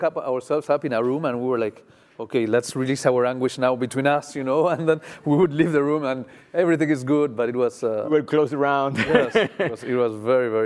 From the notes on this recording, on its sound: During student-led interviews and before a live audience.